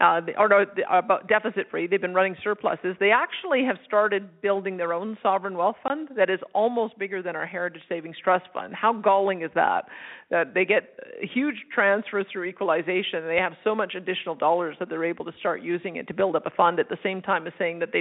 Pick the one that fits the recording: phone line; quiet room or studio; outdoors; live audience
phone line